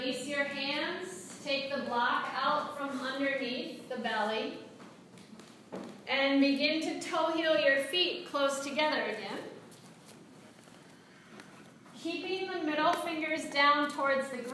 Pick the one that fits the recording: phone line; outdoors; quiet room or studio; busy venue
busy venue